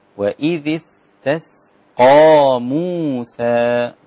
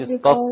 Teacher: أنا عايز السين رقيقة مع التاء والقاف مفخمة · Shown in: first take